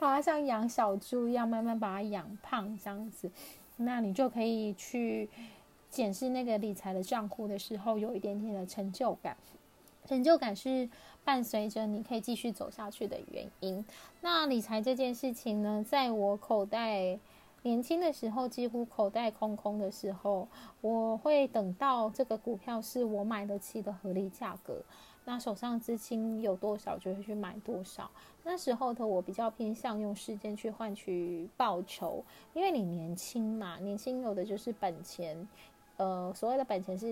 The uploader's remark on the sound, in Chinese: 這一集換了錄音方式，所以有些沙沙的聲音